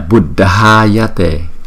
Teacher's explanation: Cái chữ A chúng ta đọc nhấn và kéo dài, còn ở đây là Da, Da, Da.